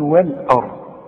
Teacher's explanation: الراء هي المفخمة عشان قبلها مفتوح